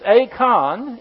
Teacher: I know we call it an icon, but E-I is a diphthong in the Greek that has an A sound